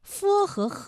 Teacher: f f ang 方，火把的火字声母是 h h 我火，还有遗憾的汉字声母也是 h h 暗汉。我们说 f 和 h 在发音时候啊，需要共同注意的点还是有的。那么我们来关注一下以区别别的声母发音。f 和 h 啊，它们都是擦音。f 的发音技巧呢，是你要上牙轻触着下唇去发音。那么 h 的发音技巧呢是这样啊，舌根要用力，尽量的上拢靠近软腭，让气流从舌根和软腭之间流出。呵呵，哎，我们呵的时候啊，这个舌根要用力啊，找到这样的感觉。呵和呵啊，发音的时候呢，声带都不颤动